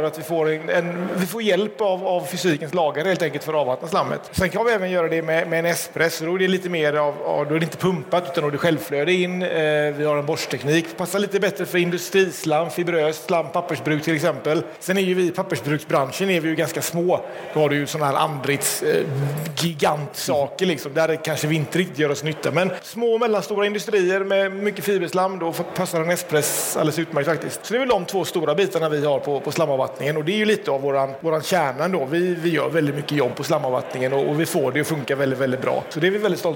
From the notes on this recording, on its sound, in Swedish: LIVE direkt från Innovationsscenen på VA-mässan den 29 mars. Första liveframträdandet.